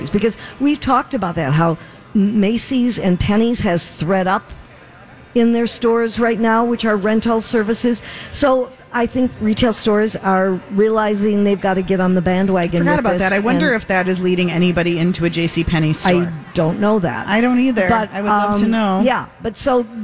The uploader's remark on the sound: broadcasting live at the Galleria for Small Business Saturday